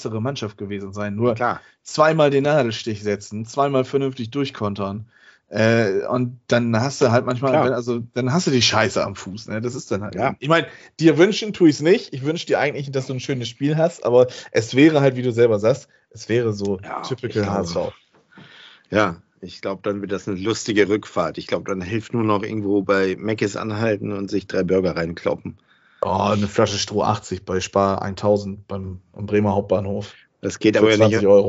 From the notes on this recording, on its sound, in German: Aufgezeichnet am 01.04.2022 via Skype